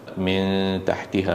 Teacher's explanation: মেন তাহতিহা নুন সাকিনার পরে তাহলে এখানে ইখফা হবে